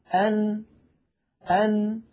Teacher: كيف خرجت هذه النون الساكنة؟ خرجت بقرع طرف اللسان لما يحازيه من غار الحنك الأعلى.